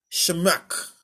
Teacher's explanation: And that last letter, the het, it's pronounced by a breathing that comes from the back of your throat. And so sometimes not that easy to pronounce by us who are coming from an English background or the Western background, all right? · Term: guttural sound